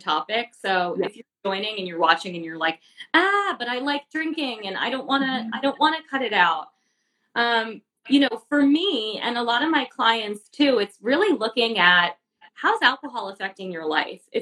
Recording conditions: video call